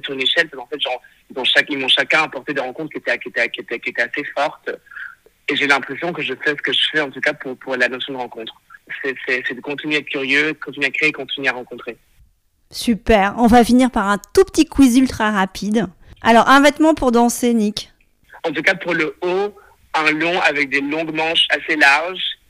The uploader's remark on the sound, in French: Cet épisode a été enregistré par téléphone.